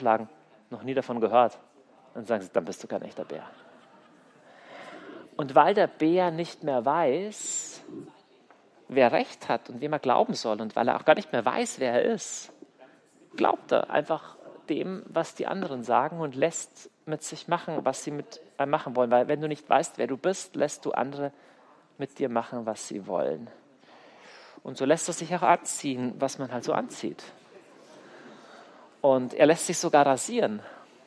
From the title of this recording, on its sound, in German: Kongress Aschaffenburg - Vortrag